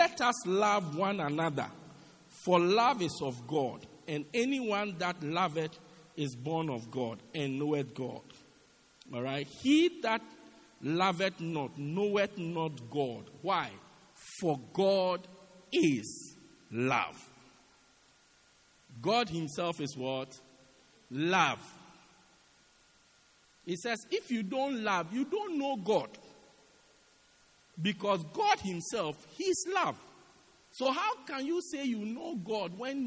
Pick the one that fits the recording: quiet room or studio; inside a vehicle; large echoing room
large echoing room